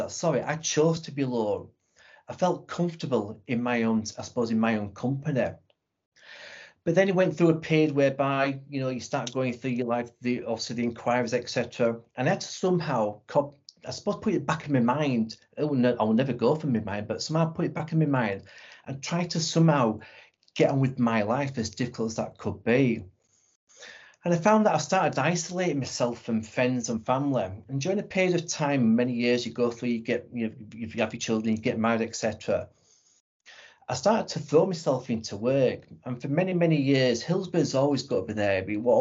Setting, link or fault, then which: link, video call